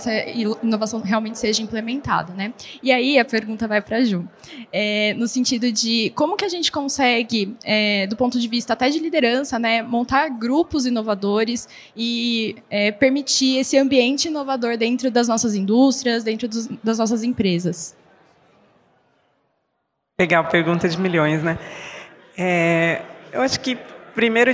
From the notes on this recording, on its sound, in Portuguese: realizado ao vivo no Siemens Innovation Forum 2022